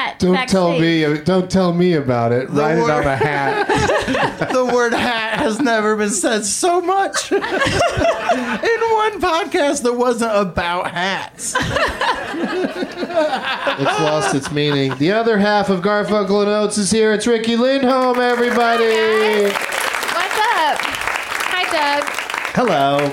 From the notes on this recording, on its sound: Live from the UCB Franklin